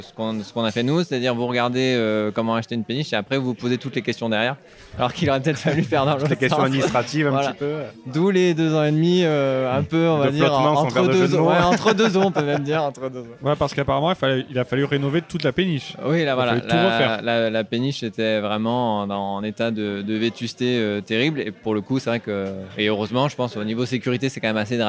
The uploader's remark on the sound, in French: Nous enregistrons l'épisode 22 à bord de la péniche à vin VINOTAGE , amarrée sur les berges du Rhône à Avignon. En live à bord du Vinotage. À bord de la péniche à vin VINOTAGE , amarrée sur les berges du Rhône à Avignon. Avec une vue imprenable sur la cité des papes.